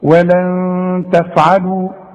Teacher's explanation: هذه الكلمة فيها غنة، والغنة بمقدار حركتين